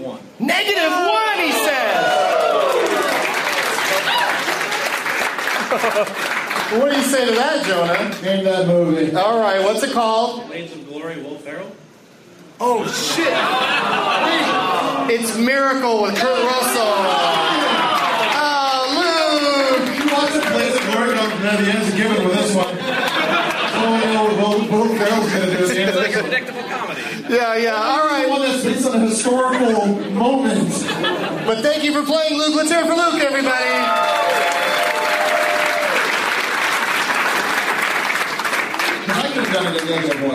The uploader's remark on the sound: Audience members at Hyenas Comedy Club in Dallas, TX.